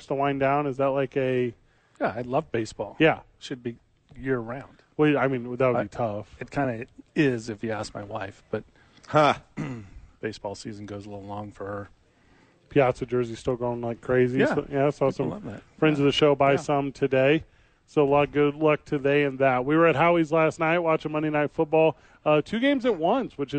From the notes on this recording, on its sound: live from the Duke's Store